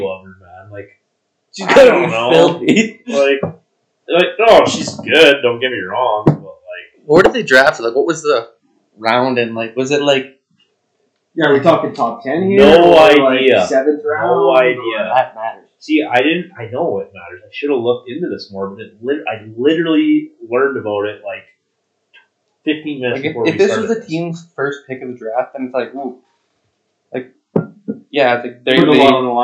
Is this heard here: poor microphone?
yes